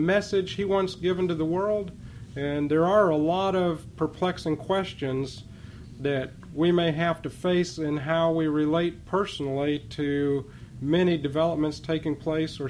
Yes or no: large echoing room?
yes